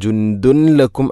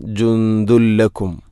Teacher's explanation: ജുന്ദുൻ, അതുപോലെ ദാലിൽ തൻവീനാണ്, ശേഷം ലാം, ഇദ്ഗാം ബിലാഗുന്ന, തൻവീനിനെ ലാമിലേക്ക് കൂട്ടിലയിപ്പിക്കണം. അപ്പോൾ നൂനിൻ്റെ ശബ്ദം കേൾക്കൂല · Shown in: second take · ജുന്ദുൻ എന്ന ശബ്ദമില്ല.